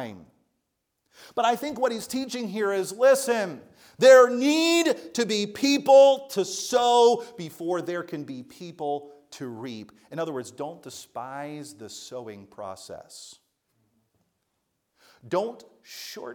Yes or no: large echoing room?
yes